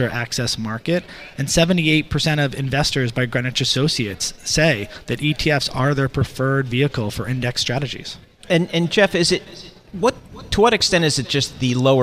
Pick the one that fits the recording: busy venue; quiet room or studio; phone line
busy venue